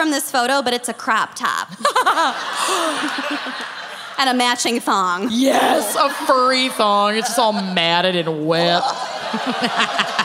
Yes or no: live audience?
yes